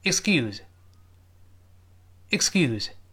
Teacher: 末尾的 z，几乎听不清了，声带几乎不震动了